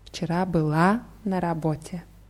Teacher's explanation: Bei была ist die Betonung auf a.